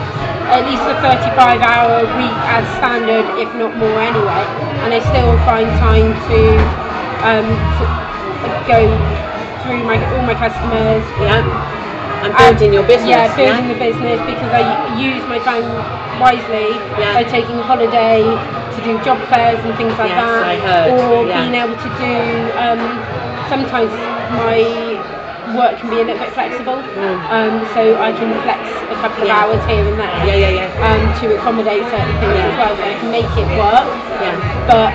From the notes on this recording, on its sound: We make no apology for the background noise because we spoke to these ladies at the Achievers New Year Gala Dinner, we hope you can hear the enjoyment of the whole team enjoying themselves.